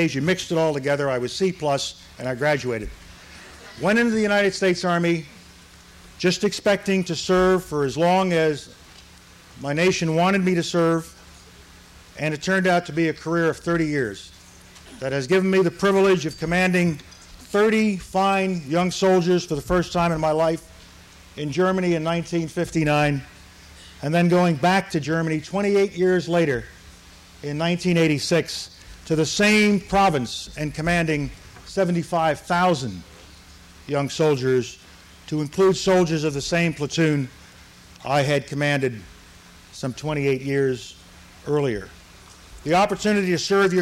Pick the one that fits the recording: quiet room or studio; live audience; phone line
live audience